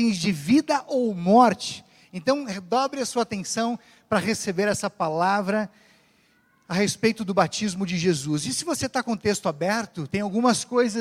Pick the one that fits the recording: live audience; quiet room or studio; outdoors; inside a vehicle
live audience